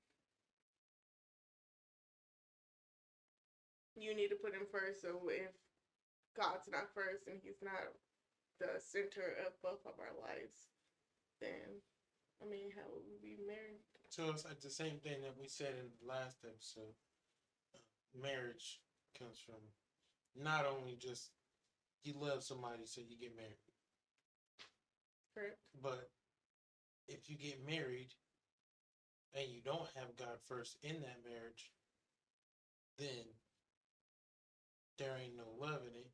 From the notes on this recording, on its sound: Please don't mind the quality, God's intended message will press through even in the poor audio and camera quality.